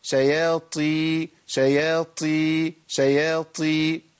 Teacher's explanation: لما الاقي عندي بهمس في مخرج في الطاء المكسوره، اعرف ان انا كده ابدلت مخرج على طول، ابدلت الطاء بتاء، وده ليه؟ لقرب المخرج.